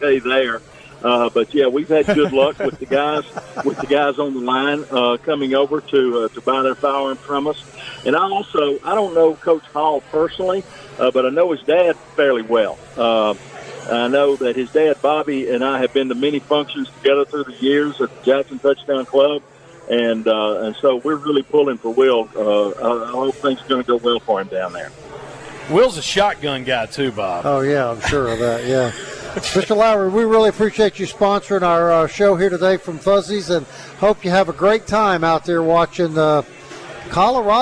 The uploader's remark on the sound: Live from Fuzzy's Taco Shop in Midtown a special two hour show